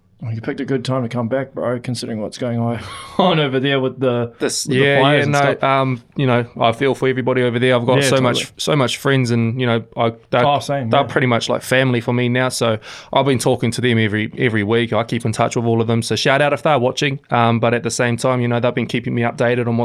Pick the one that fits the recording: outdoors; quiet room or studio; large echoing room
quiet room or studio